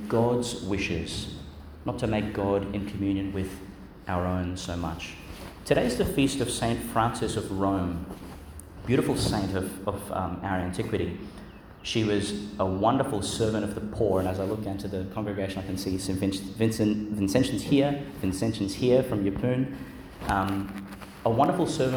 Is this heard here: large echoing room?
yes